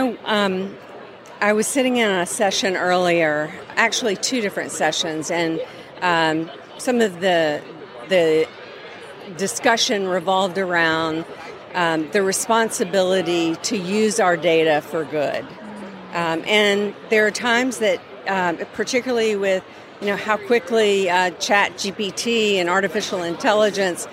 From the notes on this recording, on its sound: LIVE from New Orleans. While at AFP ICON. (live and in-person!).